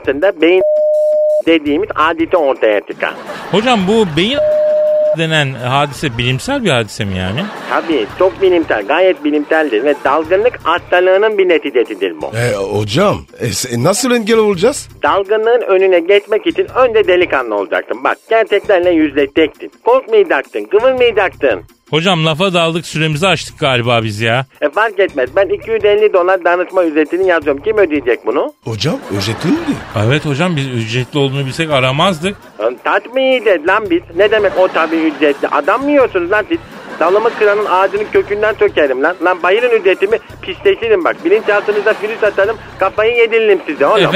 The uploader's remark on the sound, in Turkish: telefon görüşmesi